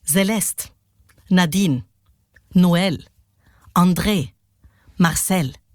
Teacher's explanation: Alles Namen, die jambisch gesprochen werden